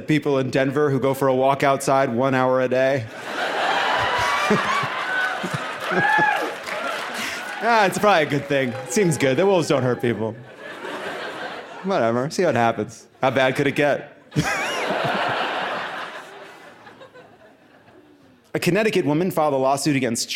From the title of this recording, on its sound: Live from Boulder!